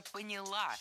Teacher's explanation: В этом глаголе ударным должно быть окончание.